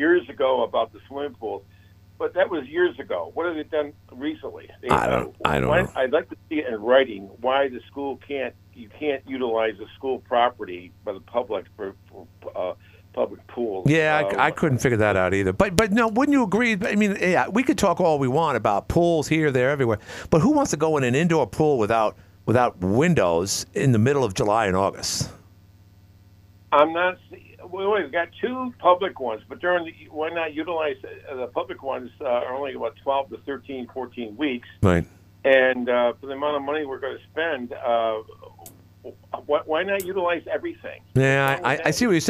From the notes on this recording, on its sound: a father called